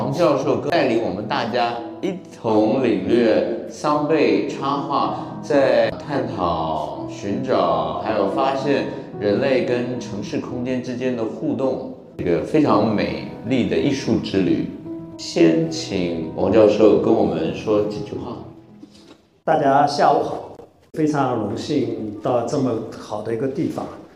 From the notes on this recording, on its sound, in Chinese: 本期播客是艺仓美术馆线下公教讲座现场实录